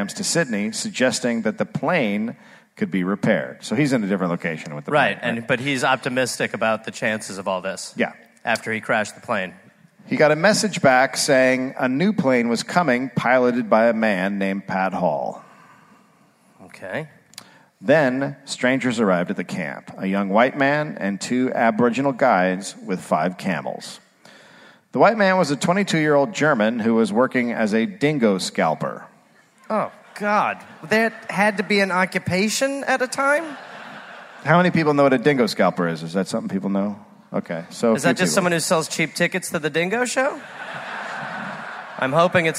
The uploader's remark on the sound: Live in Perth